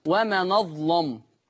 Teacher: ولا ننسى تغليظ اللام لورش، له النقل خلاص ده حكم ثم تغليظ اللام.